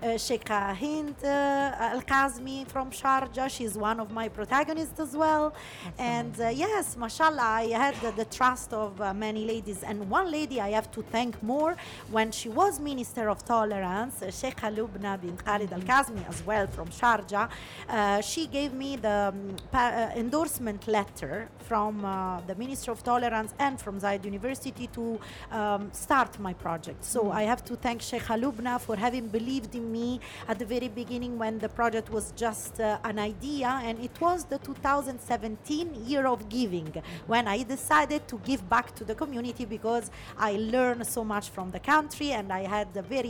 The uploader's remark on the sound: Live interview from SIBF 2022